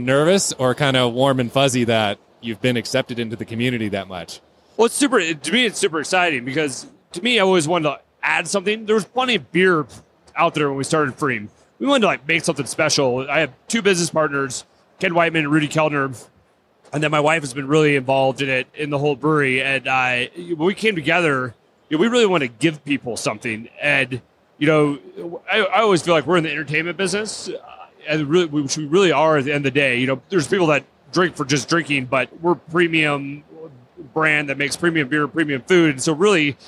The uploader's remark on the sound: Recorded on location at The Great American Beer Festival 2017 - Denver, CO.